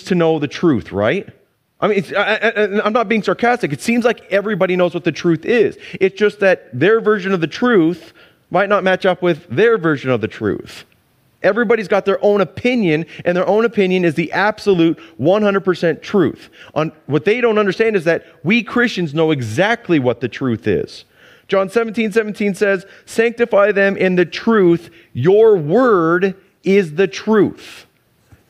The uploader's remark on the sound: Sunday church service livestream